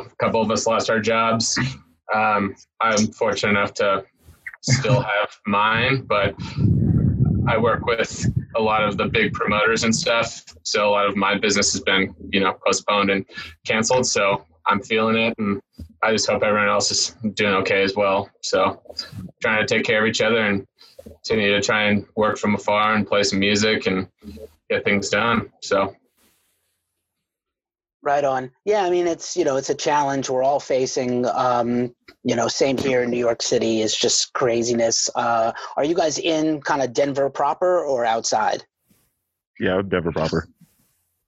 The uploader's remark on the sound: We talked to the entire band over zoom